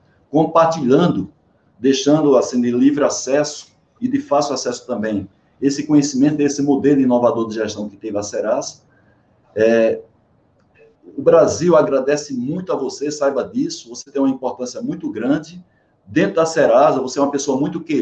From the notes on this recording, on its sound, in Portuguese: Esta é a gravação da live que fiz no dia 10/05/2021